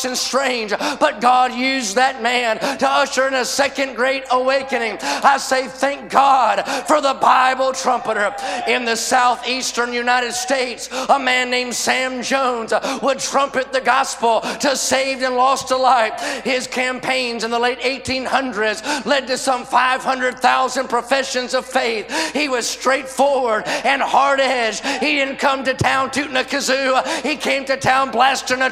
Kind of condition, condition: setting, live audience